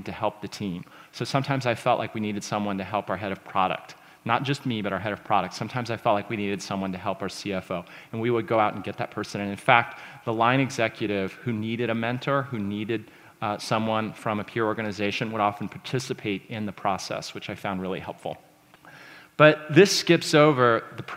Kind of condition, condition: setting, busy venue